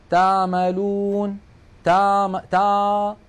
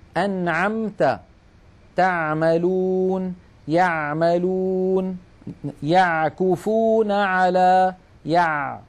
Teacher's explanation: العين الفصيحة أعمق إلى تحت أكثر · Shown in: second take · أنعمت، تعملون، يعملون، يعكفون على، يع، عميقة أكثر من العين التي نعتاد في العاميات على الاتيان بها.